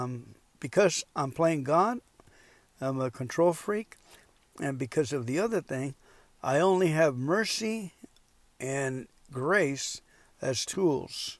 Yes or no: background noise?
no